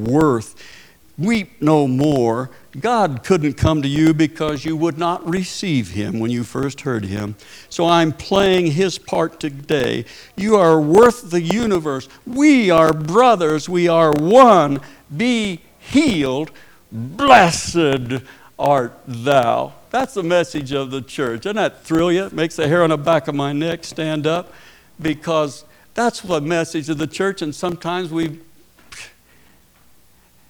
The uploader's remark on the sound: Preached at Paradise Valley Christin Church.